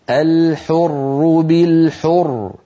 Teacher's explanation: تسكن الراء المشددة وقبلها مضموم فتفخم. إذن إن وقفنا نقول الحر بالحر، ولو وصلنا نرقق لأن الراء ستكسر هكذا الحر بالحر والعبد بالعبد إلى آخره.